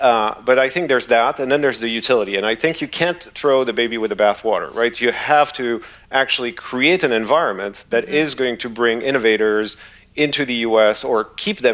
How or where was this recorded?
busy venue